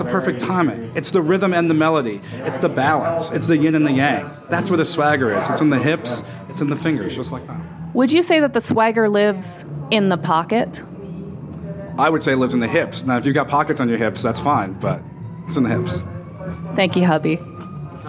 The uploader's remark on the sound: IBMA "Man on the Street" Interviews!